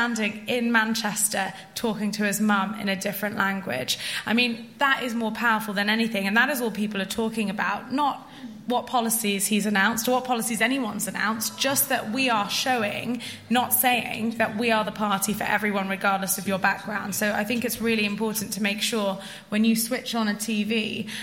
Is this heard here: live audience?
yes